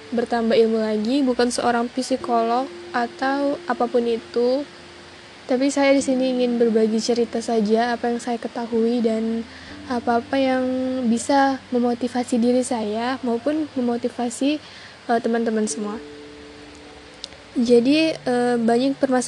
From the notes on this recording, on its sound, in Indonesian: Maaf banyak sound² di luar dugaan.